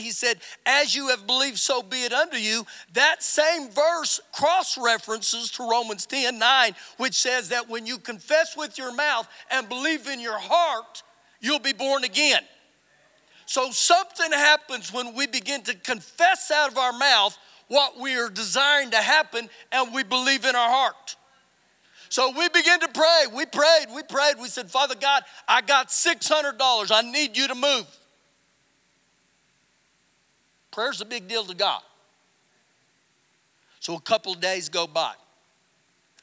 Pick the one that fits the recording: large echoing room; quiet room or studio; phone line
large echoing room